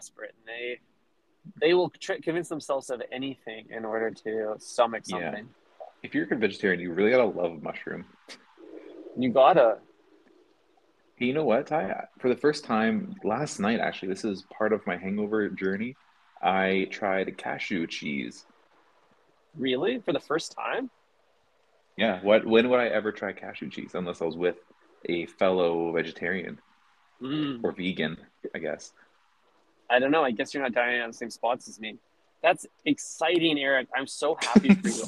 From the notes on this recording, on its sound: Calls in from the car. Calls in from the couch.